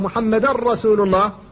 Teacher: أدغمت النون إدغاما خالصا في الراء · Term: الإدغام الخالص